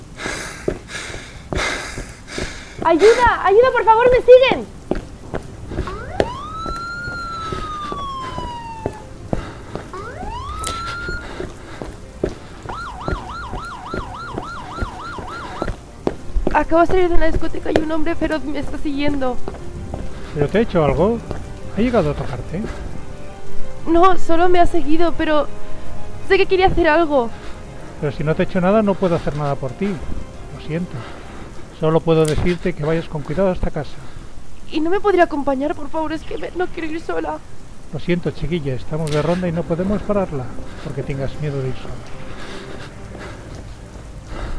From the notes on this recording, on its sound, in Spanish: Las voces del relato sonoro han sido grabadas con el móvil durante el período de confinamiento del COVID -19.